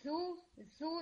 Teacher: ہمس نہیں آنی چاہیے، ایئر کی ساؤنڈ نہیں ہوگی اس میں